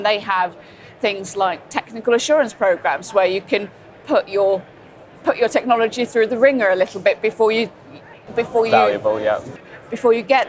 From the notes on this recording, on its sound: From the show floor at the Offshore Europe Conference.